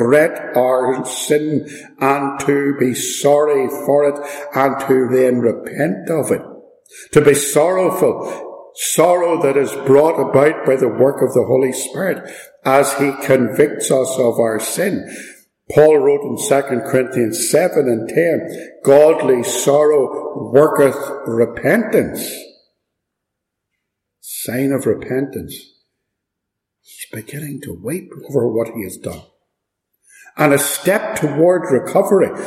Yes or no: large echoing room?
yes